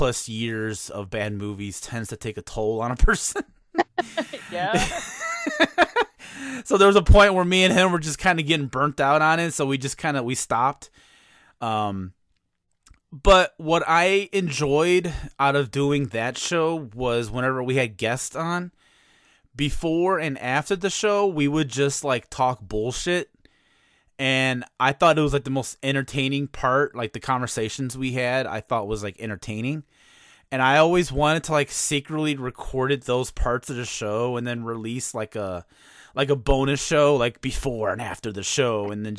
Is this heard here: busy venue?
no